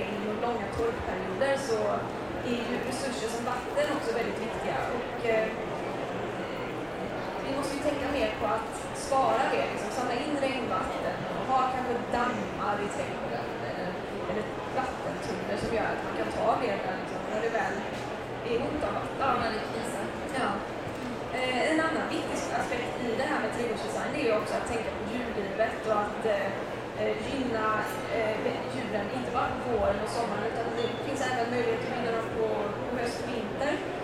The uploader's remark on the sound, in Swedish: Trädgårdsarkitekterna poddar live från Vår Trädgård i Malmö.